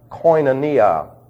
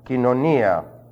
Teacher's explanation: It's kin. The O-I, the omicron iota, is simply a diphthong, which is pronounced as a long E. · Shown in: second take · Kinonia, same word exists today.